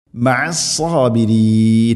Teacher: സാബിരീൻ അല്ല, റായിനെ തർഖീഖ് ചെയ്യണം, നേർപ്പിക്കണം